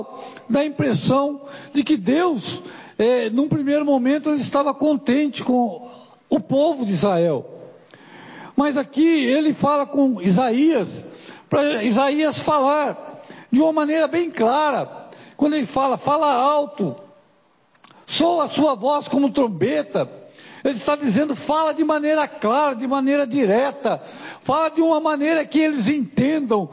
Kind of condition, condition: setting, large echoing room